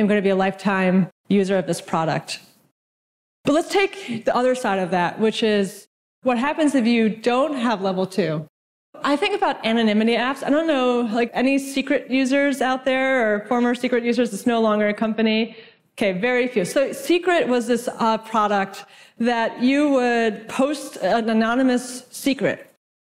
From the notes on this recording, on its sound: from the IRL Traction Conference in Vancouver